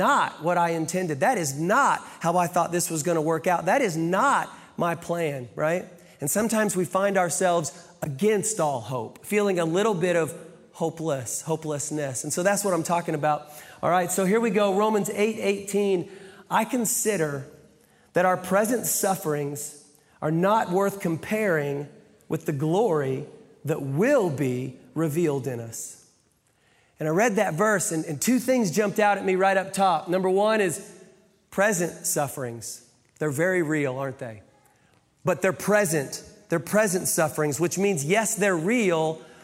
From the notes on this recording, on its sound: Live from the Brussels campus